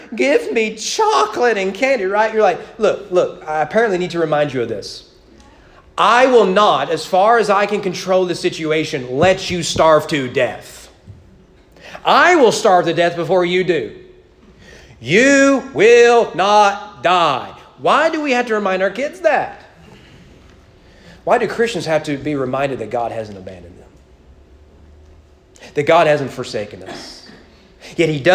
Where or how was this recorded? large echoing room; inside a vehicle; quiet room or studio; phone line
large echoing room